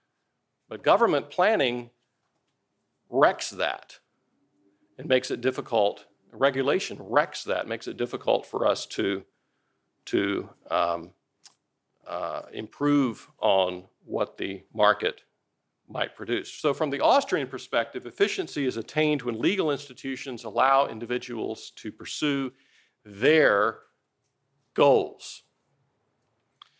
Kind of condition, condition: setting, large echoing room